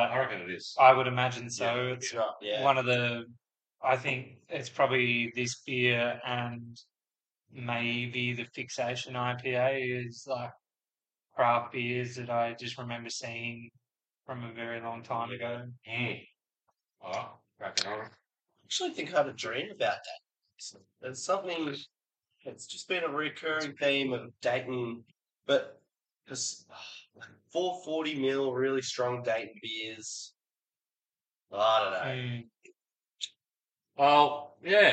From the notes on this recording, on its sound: Despite a technical fail leaving this episode sounding like it was recorded using tins cans and a piece of string.